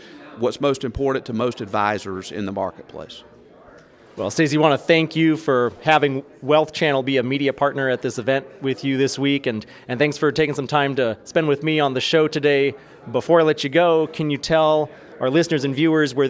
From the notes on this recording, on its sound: Live From Blue Vault Bowman Alts Summit 2023. For a live interview from the floor of the event.